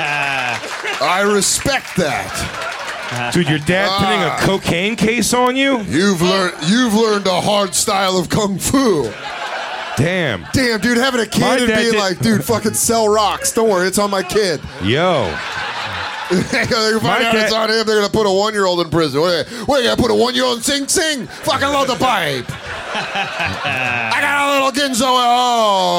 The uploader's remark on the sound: It's The Bonfire Christmas Spectacular live from the Village Underground in NYC!